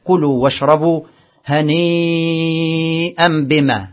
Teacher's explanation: مد واجب متصل يمد بمقدار 4 و5 حركات و6 عند وقف الوقف.